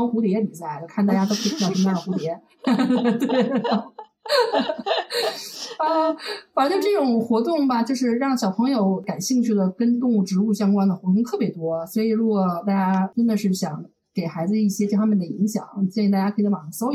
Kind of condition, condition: fault, poor sound quality